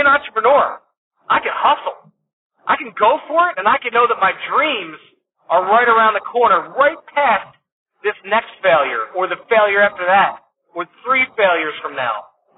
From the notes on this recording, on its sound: as I was driving this week I had some thoughts so I hit “record” and started talking to you (that’s why the audio quality is not the best)